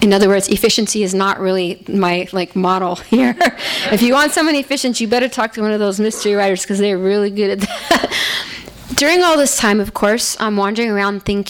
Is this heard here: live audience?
yes